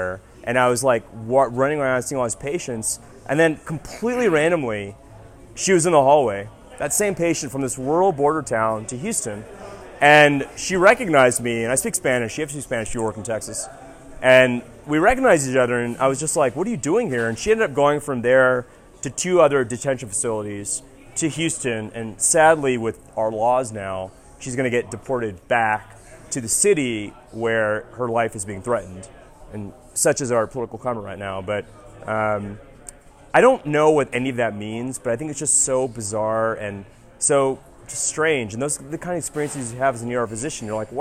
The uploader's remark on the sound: This story was live recorded at our EM Storytelling Happy Hour in Denver, Colorado.